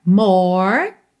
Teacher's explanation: Acaba o som no R enrolado, tá? Não tem E, não tem o som do E aí nessa palavra.